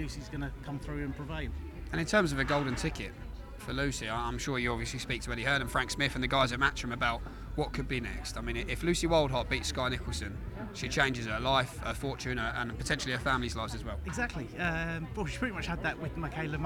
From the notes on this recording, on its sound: Takes to the mic seconds after the conclusion of the Cameron vs Taylor 2 press conference to speak with various people in the room, at random. We're back On The Ground in Dublin.